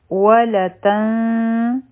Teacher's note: او تا به د نون سره یو ځای کړو او بیا چونکې مخکې صاد دی نو اخفا به کو